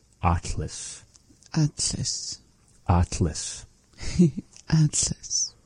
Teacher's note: Atlas, which is like making this really big open ah vowel and bringing the tongue up towards the behind the two front teeth, saying it.